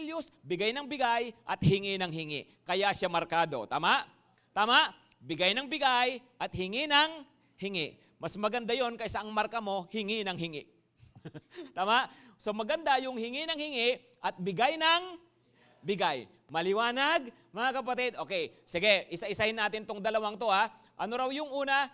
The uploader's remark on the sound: Preached last December 3, 2023 at Grace Testament Church's 5:30pm service.